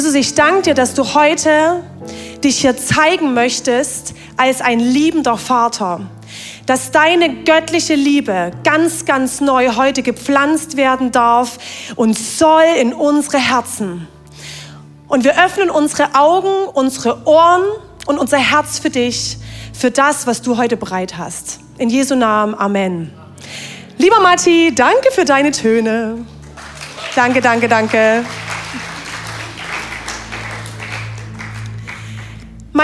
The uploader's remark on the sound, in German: Audiomitschnitt der Predigt vom 23.